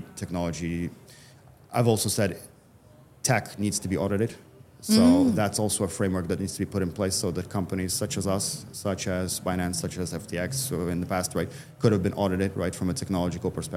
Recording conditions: busy venue